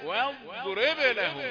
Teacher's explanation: ضاد مستطيله فخمه فيها صفه الاستطاله